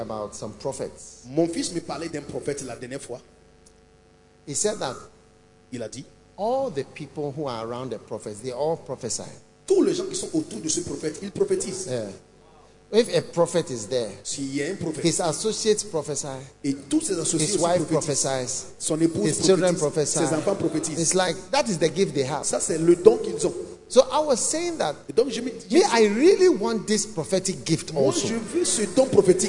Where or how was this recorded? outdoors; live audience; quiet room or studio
live audience